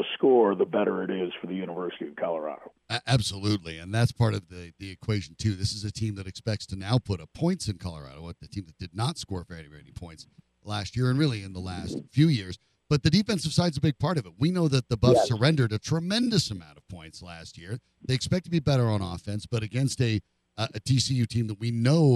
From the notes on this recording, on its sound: Calls from Fort Worth.